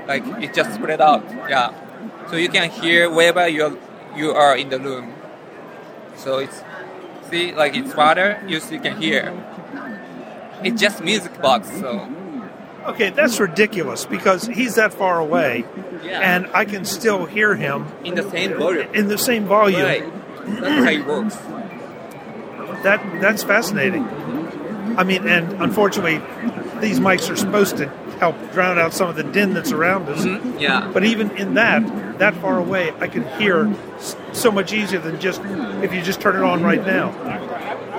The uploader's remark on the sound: In Las Vegas at Showstoppers at CES, we saw and heard a demo of the technology behind the Mirai speaker from SoundFun that was more than surprising. Audio demos are always difficult in a conference environment, which made this one that much more impressive.